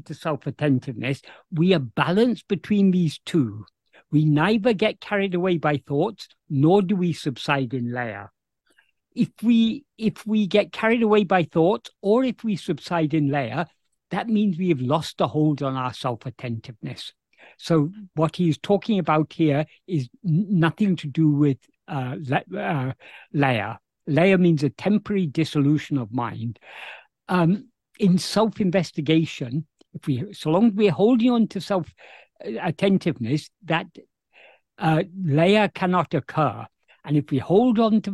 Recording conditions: video call